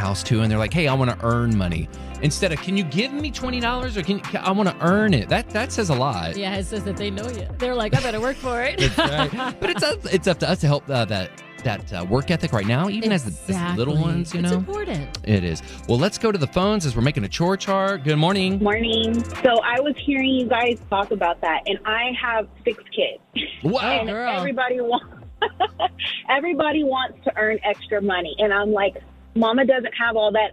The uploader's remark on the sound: Listeners call in with some creative ideas! 94.9 KLTY.